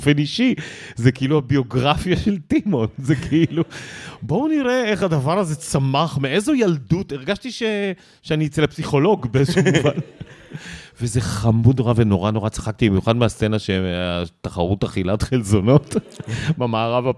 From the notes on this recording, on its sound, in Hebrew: התכנסו במרכז הקהילתי פלורנטין 60 איש טובי-לבב לכבוד הקלטת הלייבקאסט החגיגי שלנו.